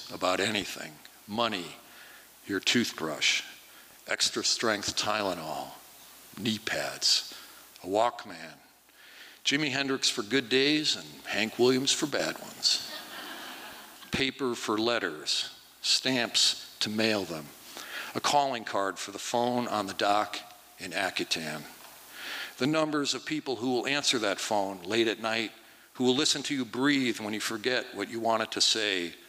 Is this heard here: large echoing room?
yes